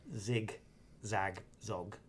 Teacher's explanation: when you end in a zog, your lips are sort of pursed at the front. And it's a bit weird to go back, zog, zig.